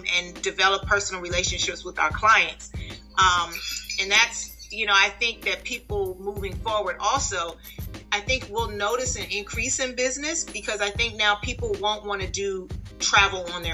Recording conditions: video call